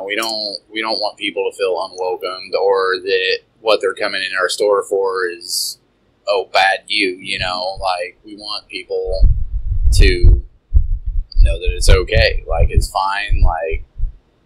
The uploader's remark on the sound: Apologies for some audio trouble, still getting new set up worked out.